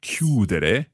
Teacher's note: the stress there happening on the stem, chiudere